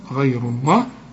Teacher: ما دام الراء هنا عليها الضمة يبقى لفظ الجلالة هنا مفخم